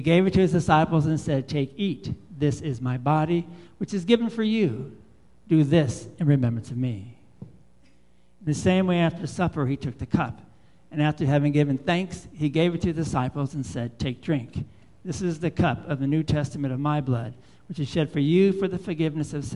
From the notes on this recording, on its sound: Live Worship Service